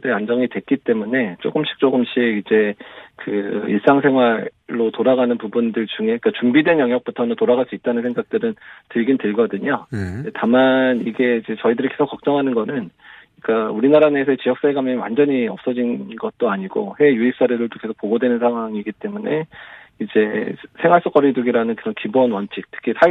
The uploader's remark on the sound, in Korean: 전화연결